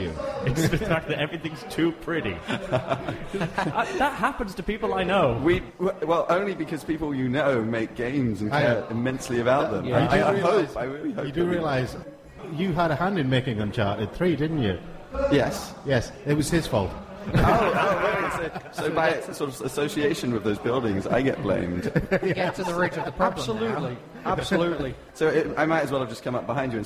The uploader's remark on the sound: Animex 2012 saw our very first live recording of The Geek Show. This download version saw us interview some amazing people live on the show.